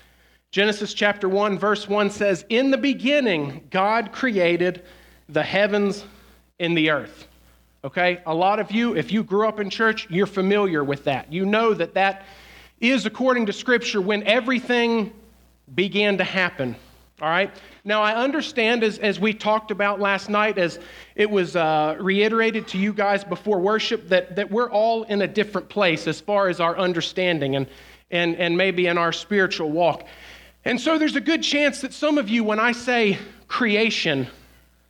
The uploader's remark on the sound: Evening speaker recordings at our Frontier Town teen summer camp services.